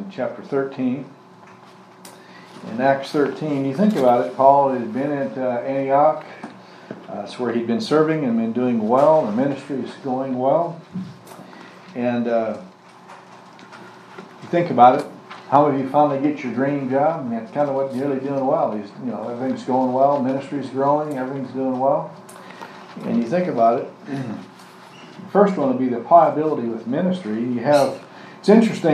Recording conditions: live audience